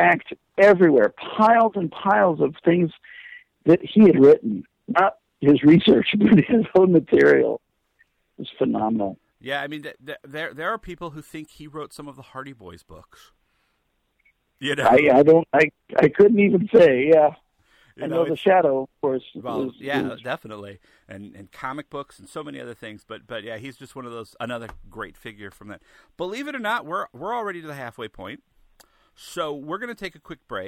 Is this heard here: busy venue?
no